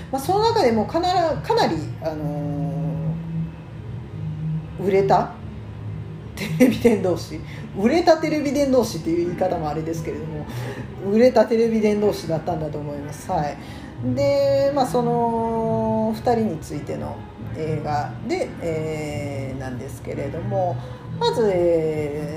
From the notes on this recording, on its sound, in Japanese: カラオケルームで収録してるので、バックに雑音がかなり入ってます